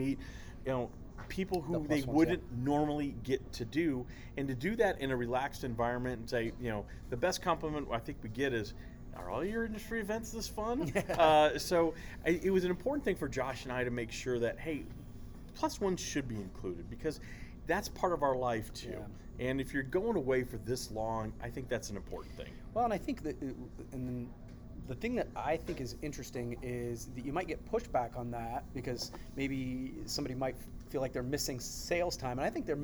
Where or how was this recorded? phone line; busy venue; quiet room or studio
busy venue